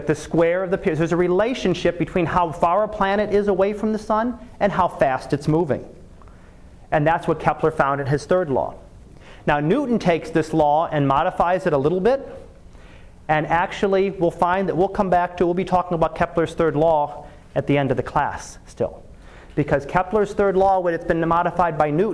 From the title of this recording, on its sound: Live Class Lecture